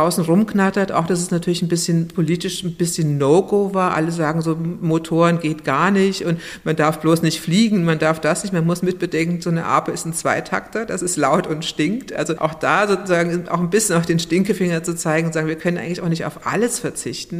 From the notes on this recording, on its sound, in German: auf dem DIS-Tanzen Festival geführt